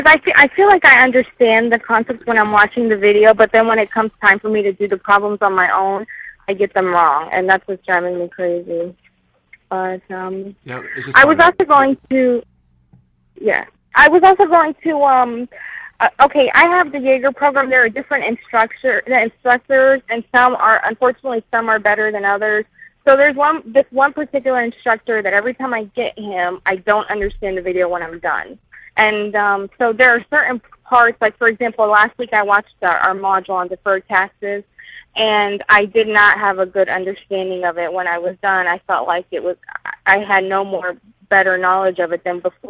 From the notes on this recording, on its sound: Live Calls.